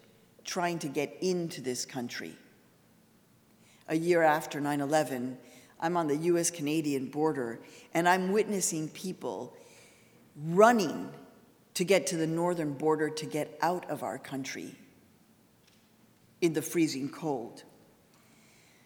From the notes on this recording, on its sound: as part of the University of Washington’s Graduate School lecture series Equity & Difference: Rights at Kane Hall on November 1, 2017